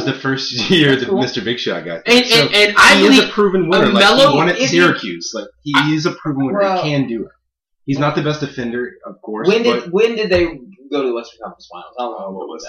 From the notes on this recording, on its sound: I messed up the hardware configuration before the recording and the resulting sound quality is atrocious.